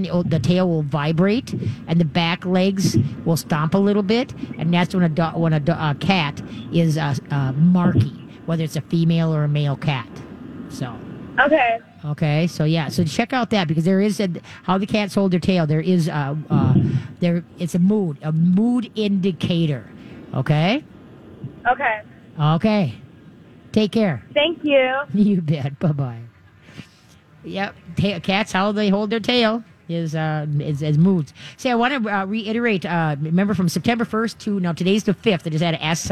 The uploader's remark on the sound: live from the State Fair!